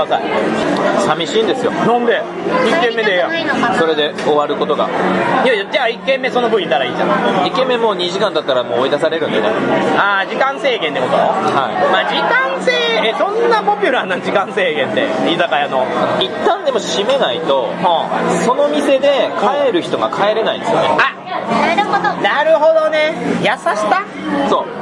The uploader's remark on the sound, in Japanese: 店内収録のため、騒音雑音が激しく入っております。